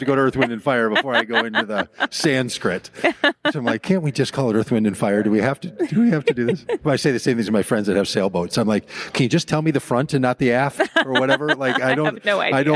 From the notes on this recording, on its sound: in a conversation at The Wild Goose Festival 2023